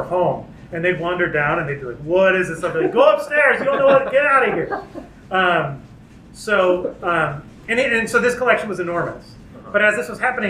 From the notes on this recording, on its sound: Listening note: Live audio from the Trylon lobby. Socially distanced. Great conversation, suboptimal audio quality.